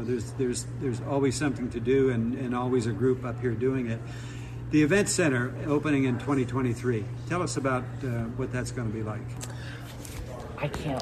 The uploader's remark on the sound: broadcast live from Edgewood Tahoe for the American Century Celebrity Golf tournament.